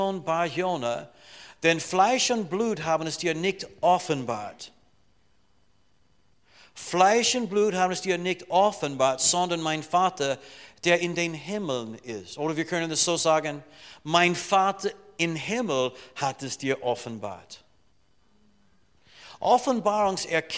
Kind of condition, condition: setting, large echoing room